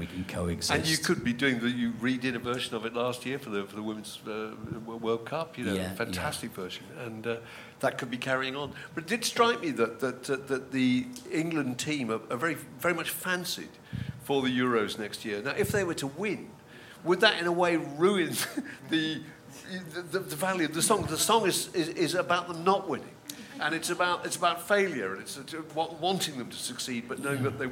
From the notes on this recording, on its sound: This podcast was recorded in front of a live audience at 21Soho in London on October 30th, 2023.